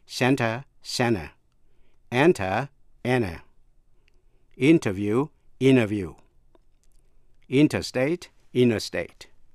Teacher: Chữ T có thể đọc lướt, nhất là khi nói.